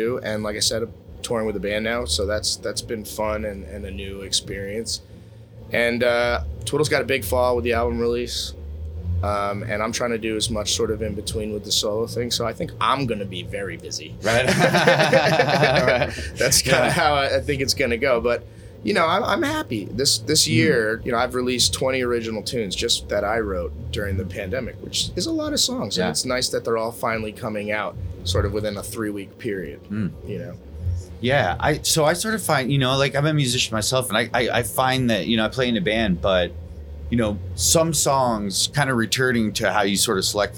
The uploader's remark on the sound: backstage at the High Sierra Music Festival